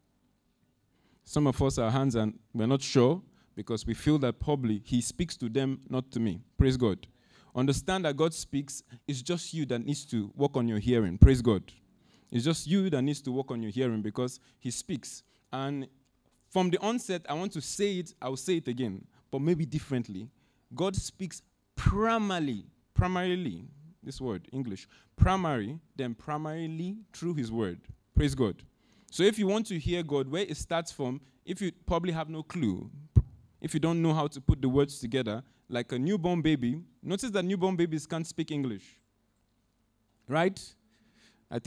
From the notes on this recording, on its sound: Audio recording of our Sunday Sermon